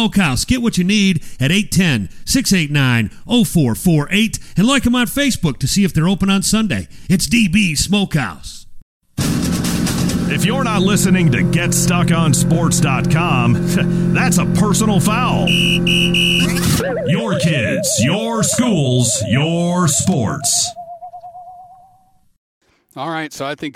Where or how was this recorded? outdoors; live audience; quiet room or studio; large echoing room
outdoors